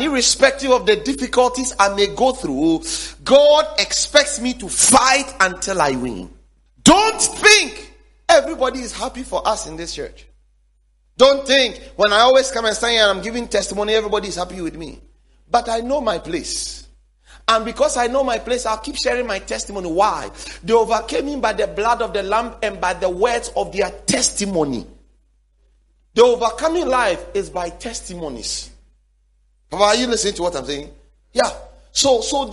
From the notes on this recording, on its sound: sermon series preached at The Faithlife Church, Ghana-Tema Community 3 Site